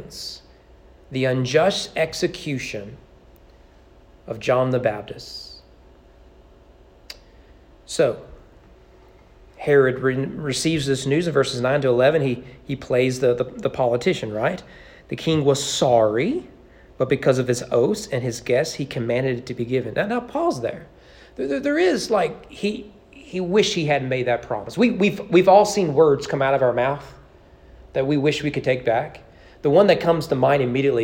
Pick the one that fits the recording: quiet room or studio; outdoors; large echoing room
large echoing room